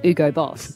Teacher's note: from my hometown, people don't really pronounce the H's